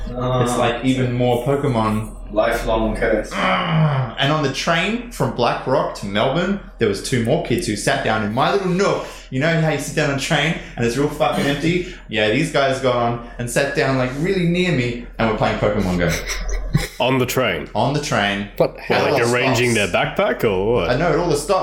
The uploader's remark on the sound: Apologies, and we've made sure episode 5 will sound like creamy goodness flowing into your ears. Didn't get the audio right on this one.